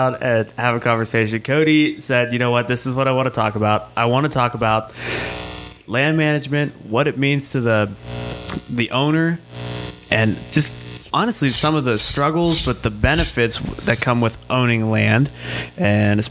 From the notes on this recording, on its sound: My new microphone kept buzzing a lot, so I apologize for the audio.